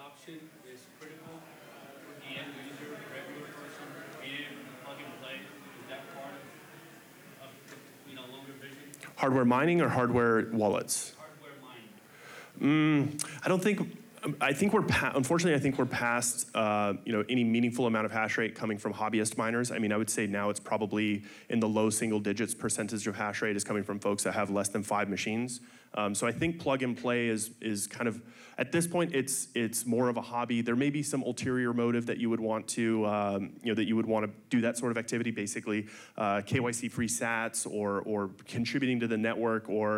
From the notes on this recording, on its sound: Mining Fireside Chat. Recorded Live in Miami Beach at the Ordinals 2023 Conference.